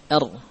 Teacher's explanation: Ujung lidah kita dengan menyertakan bagian zahr, bagian punggung lidah sedikit, ditempelkan ke gusi. · Term: makhraj huruf ra